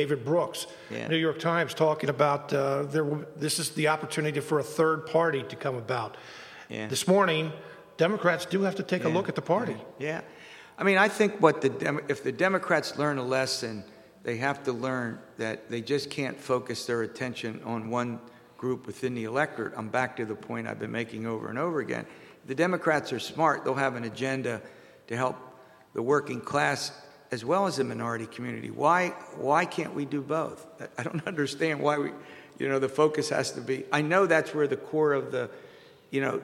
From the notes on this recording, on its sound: Pastries and Politics post-election event. The program is being produced in the atrium of the WITF Public Media Center in front of a live audience.